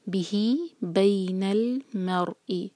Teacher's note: بہی دو سلیبل والا ورڈ، بی پر زور